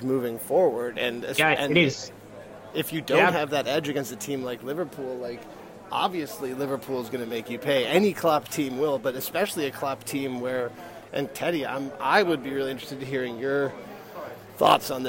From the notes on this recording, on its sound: Recording from a pub at JFK airport (of course).